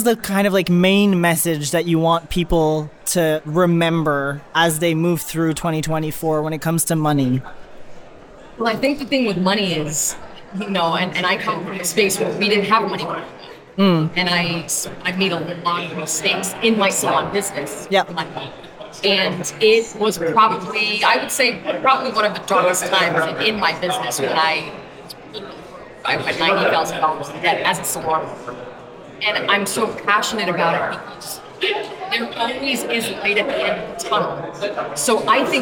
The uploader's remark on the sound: Live From the Salon Owners Summit 2024. Bonus episode was edited and mixed by Audio Z.